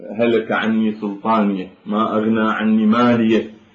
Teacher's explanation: عني سلطانية ما أغنى عني مالية، فهي أصلا سلطاني مالي حسابي، فأغلق المقطع الصوتي بهذه الهاء لأن العرب تقف على ساكن لا تقف على متحرك · Term: هاء السكت